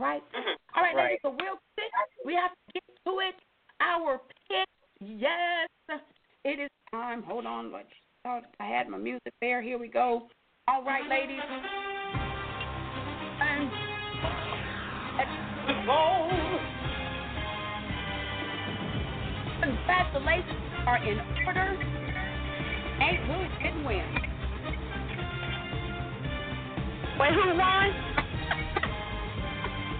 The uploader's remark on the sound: your phone calls